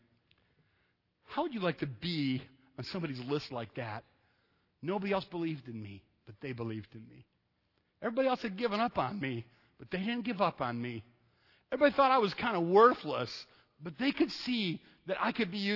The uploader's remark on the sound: Sunday night at Evangel I preached a message